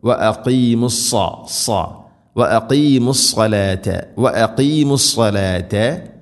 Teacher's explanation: സാദ് ഇസ്തിഇലാഇൻ്റെ അഥവാ സ്വരഭാരത്തിൽ ഉച്ചരിക്കേണ്ട അക്ഷരമാണ്, കനപ്പിച്ച് ഉച്ചരിക്കണം